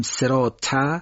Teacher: صاد و تا رو باید ما درشت بگیم که صاد و تا بشه، سین و ت نشه